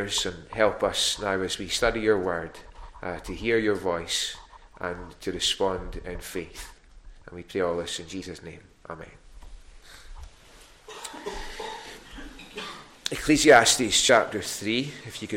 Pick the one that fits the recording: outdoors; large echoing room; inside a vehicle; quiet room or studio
large echoing room